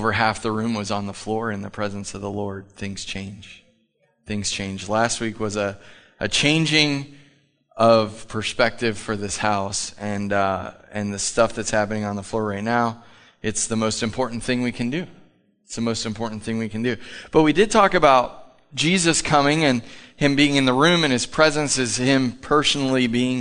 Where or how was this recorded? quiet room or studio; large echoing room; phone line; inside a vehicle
large echoing room